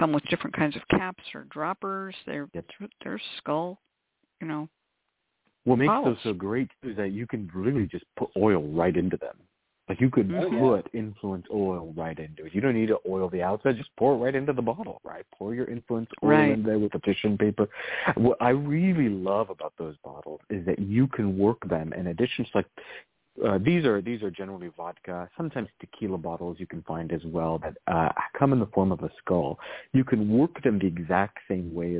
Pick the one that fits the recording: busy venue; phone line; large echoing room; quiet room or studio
phone line